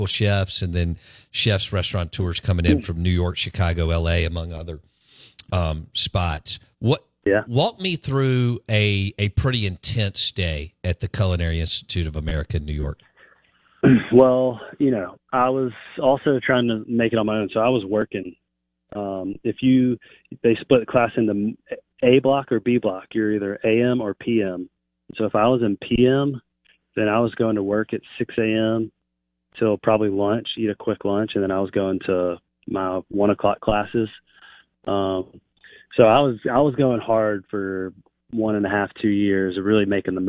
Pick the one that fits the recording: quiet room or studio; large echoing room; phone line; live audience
phone line